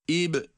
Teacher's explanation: Sonda da ib derken ba harfini kalkale ile okuyoruz